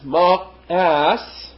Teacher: And the ma'as, the Hebrew ma'as, M-A apostrophe A-S, ma'as, that middle letter there, that aleph, is not truly pronounced, but it does break the word up into its two parts, and often it is pronounced like the letter H in the word honest.